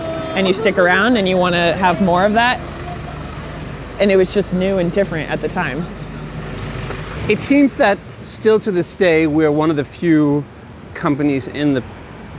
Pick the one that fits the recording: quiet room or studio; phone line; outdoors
outdoors